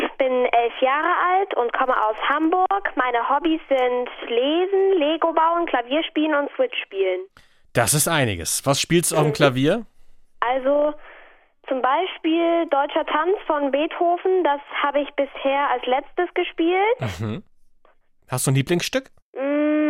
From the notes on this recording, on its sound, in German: Fünf rätselwütige Kinder am Telefon.